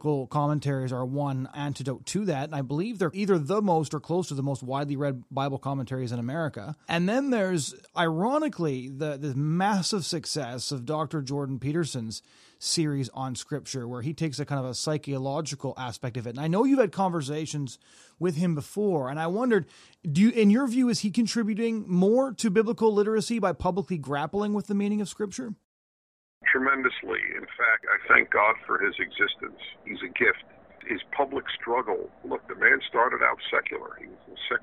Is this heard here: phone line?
yes